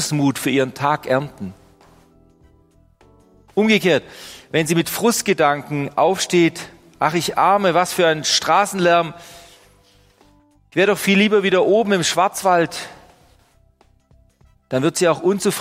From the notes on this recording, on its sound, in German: Die Predigt aus dem Gottesdienst